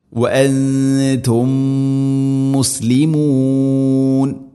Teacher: അപ്പോൾ വഅൻതും മുസ്ലിമൂൻ ഇദ്ഗാം മുതമാസിലിൻ, അവിടെയും സുക്കൂനുള്ള മീമിനെ അടുത്ത മീമിലേക്ക് ഇദ്ഗാം ചെയ്തു അഥവാ കൂട്ടിലയിപ്പിച്ച് മണിച്ചുകൊണ്ട് ഉച്ചരിക്കണം